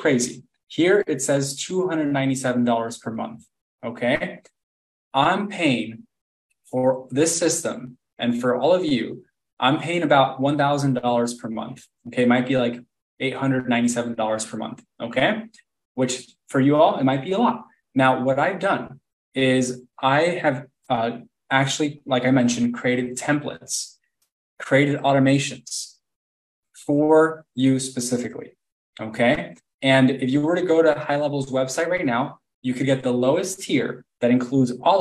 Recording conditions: video call